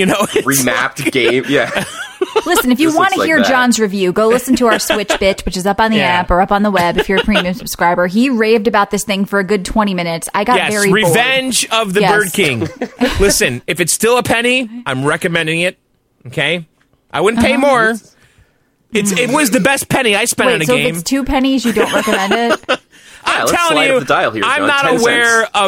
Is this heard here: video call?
no